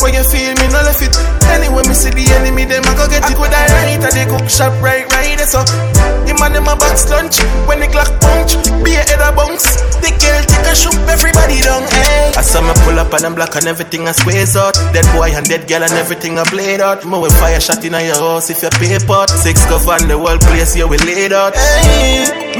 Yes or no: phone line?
no